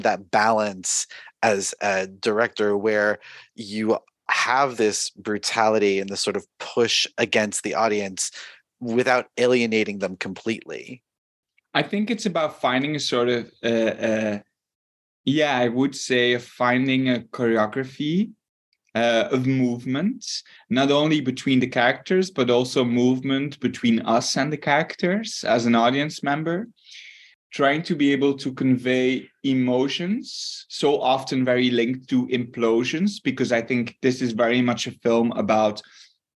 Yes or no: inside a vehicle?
no